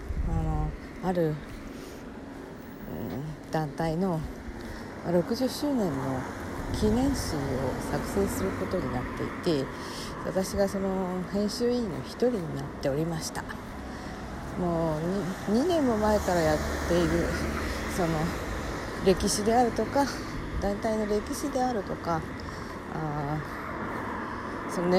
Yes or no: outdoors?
yes